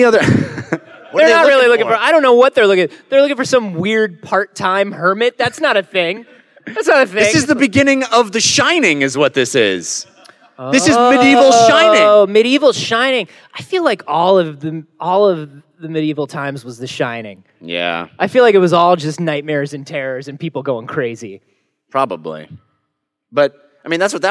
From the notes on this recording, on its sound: LIVE from PAX South 2017! This episode was recorded LIVE at PAX South 2017 in San Antionio. Thanks to everyone who came out to the live performance!